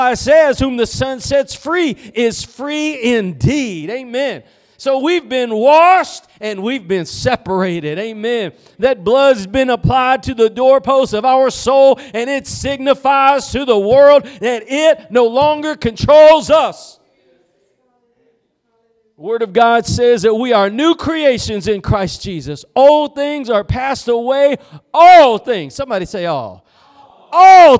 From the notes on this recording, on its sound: Preached at Gospel Lighthouse in Bossier City, La.